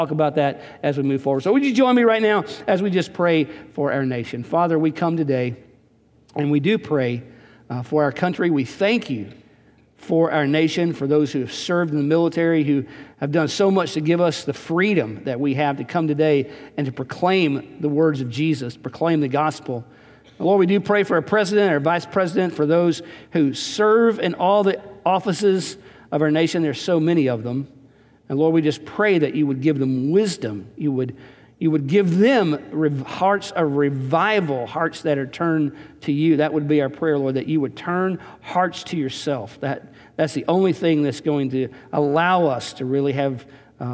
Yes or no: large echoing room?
yes